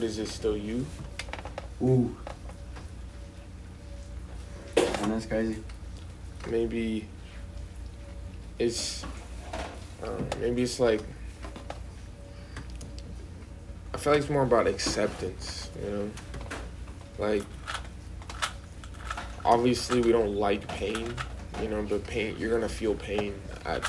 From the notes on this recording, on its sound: WARNING: a lot of background noises.